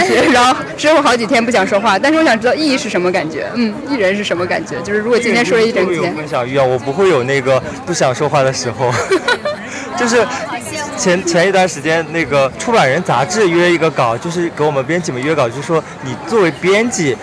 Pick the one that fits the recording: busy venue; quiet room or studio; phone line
busy venue